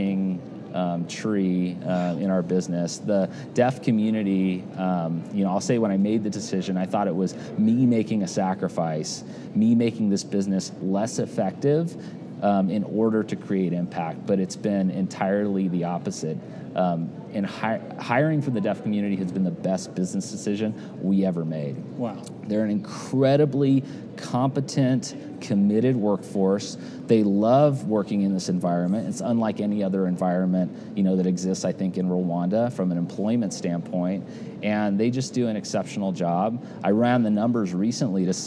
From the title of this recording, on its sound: Live from C12